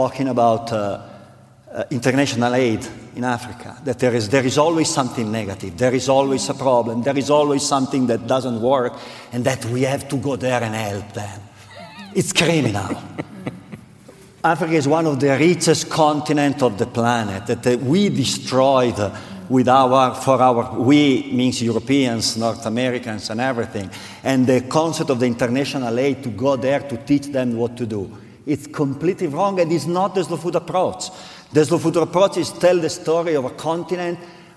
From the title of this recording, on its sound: Keynote Conversation at Slow Food Nations 2019